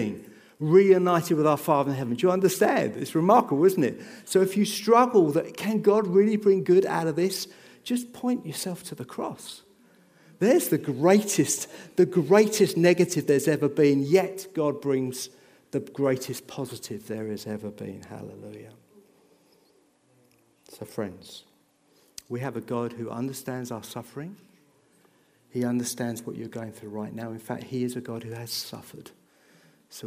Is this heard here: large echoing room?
yes